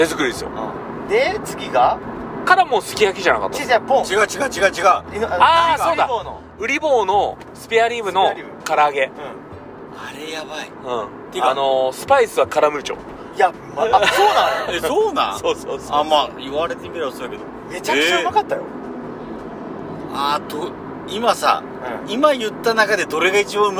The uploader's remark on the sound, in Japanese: 今回は、福岡県岡垣町にあるジビエ料理屋べんけいで食べた後の車の帰り中です。金曜日の焚火会3人で収録です。